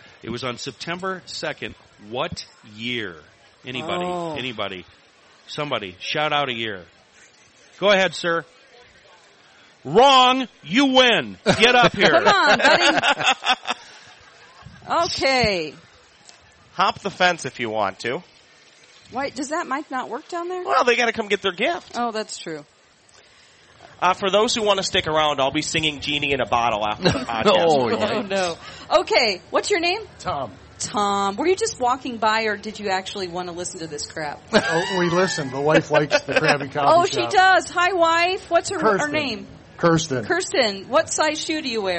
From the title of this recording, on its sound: Today we play a great game at the State Fair